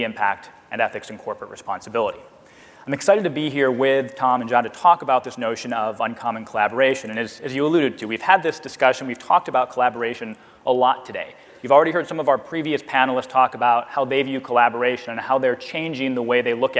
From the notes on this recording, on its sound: The best of live interviews from GreenBiz events.